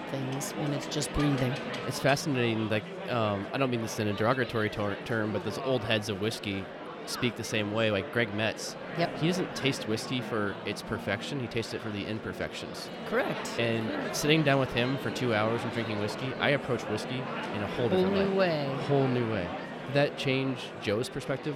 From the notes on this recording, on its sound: live at Wisconsin Whiskey Fest